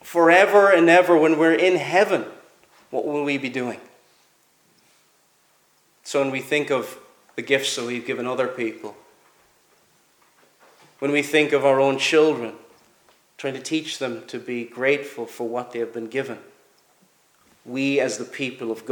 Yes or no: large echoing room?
yes